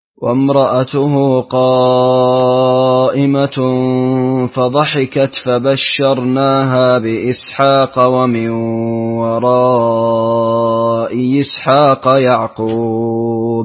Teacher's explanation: وسط المنفصل وسهل الهمزة الأولى مع التوسط · Term: تسهيل الهمزة